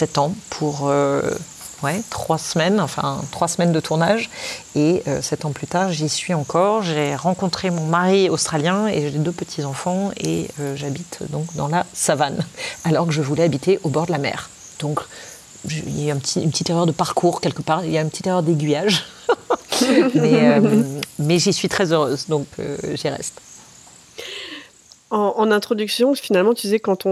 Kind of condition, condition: fault, sounds in the background